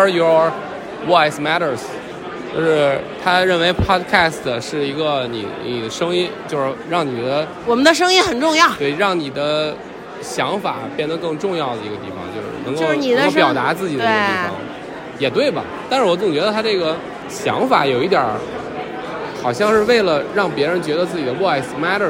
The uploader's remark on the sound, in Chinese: 现场录制】我们受邀参加播客全球年会